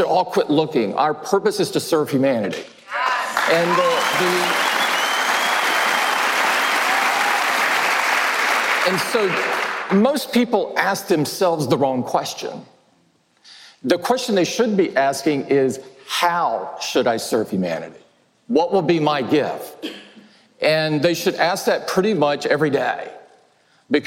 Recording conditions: live audience